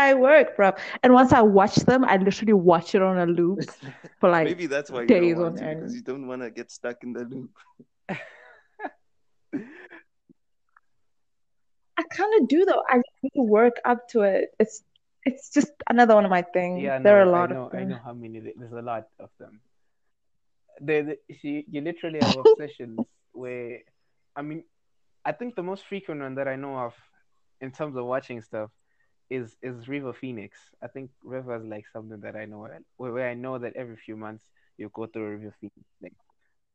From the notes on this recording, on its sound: So we had bad bad bad audio issues this week and connection issues too but we made it work as best as we could.